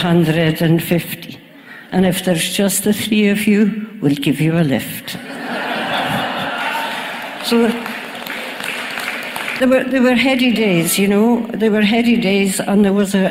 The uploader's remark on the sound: Highlights from the Festival For Survival